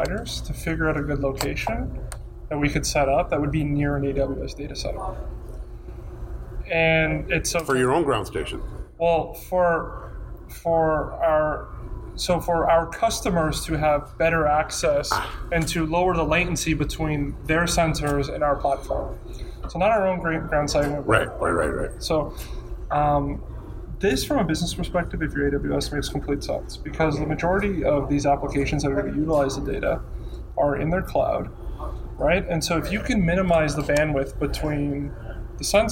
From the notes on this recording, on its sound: Updates from the 2018 Canadian Space Summit. This weeks podcast consists of three short interviews recorded at the Canadian Space Summit in Ottawa on November 28 and 29.